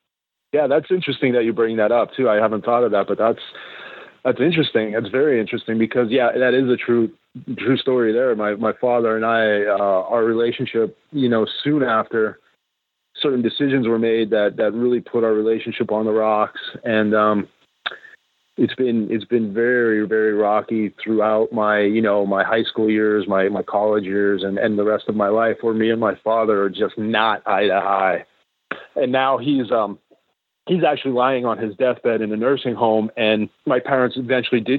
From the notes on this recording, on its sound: a chance phone call to the Paranormal Portal phone line